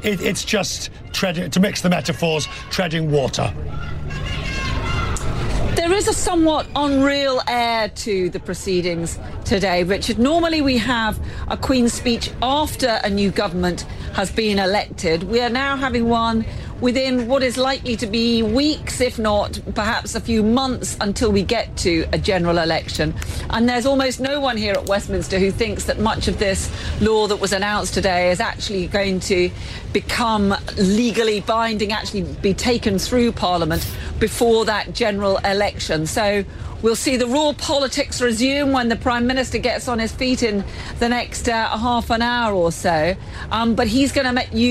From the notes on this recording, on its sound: live from the New York Stock Exchange